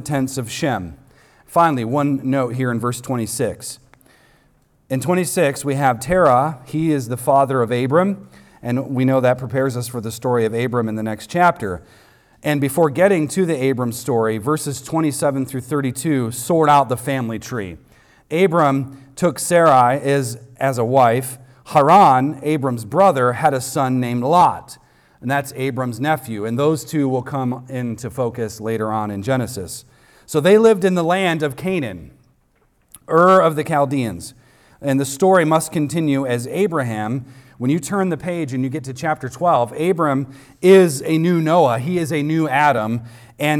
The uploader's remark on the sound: recorded on Sunday, April 30th, 2023, at the weekly worship gathering of Cross & Crown Church